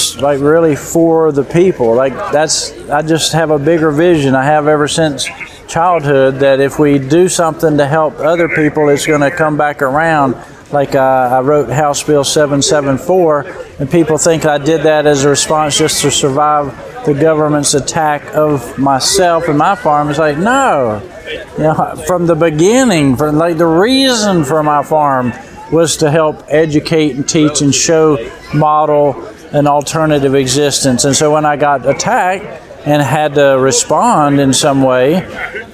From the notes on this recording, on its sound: at the recent Homesteaders of America conference